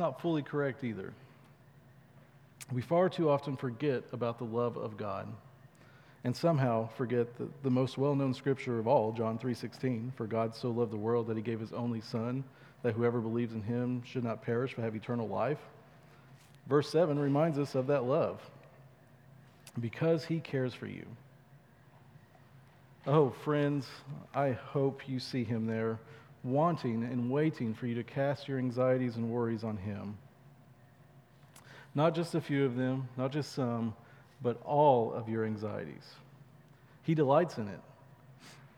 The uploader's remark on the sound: at Chaffee Crossing Baptist Church in Barling, AR